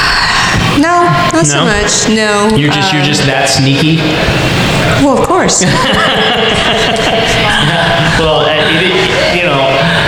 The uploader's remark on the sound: That time we did a live show